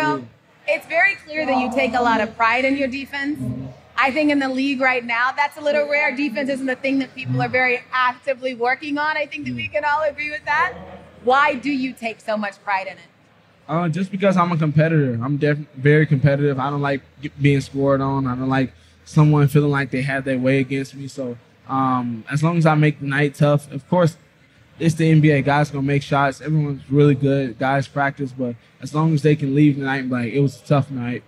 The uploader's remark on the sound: Live at NBA All-Star in Utah